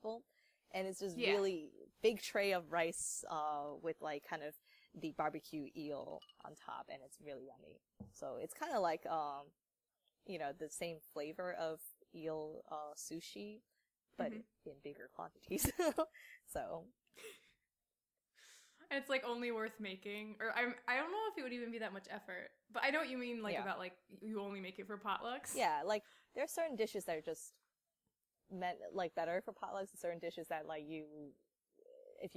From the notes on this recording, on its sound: Sorry for the imperfect audio on this episode